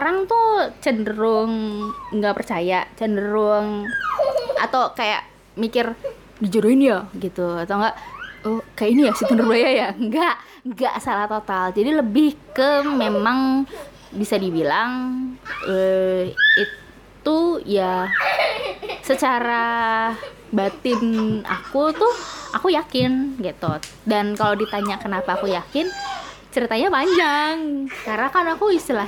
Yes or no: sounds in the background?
yes